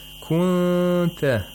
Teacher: We have ikhfa of nun sakina, which means that the nun sakina is not pronounced from its place of articulation. Okay, so it's said that the nun sakina is pronounced partially.